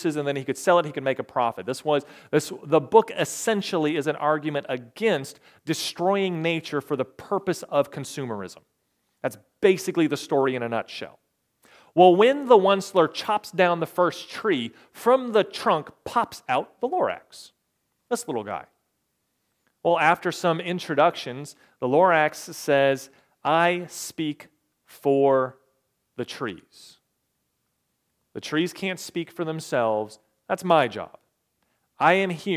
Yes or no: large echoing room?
yes